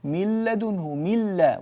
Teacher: ولا يوجد غنة من الأنف فالإدغام كامل